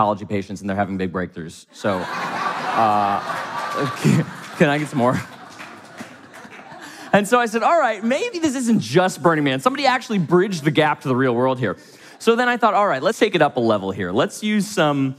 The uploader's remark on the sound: from the stage of Mindvalley’s A-Fest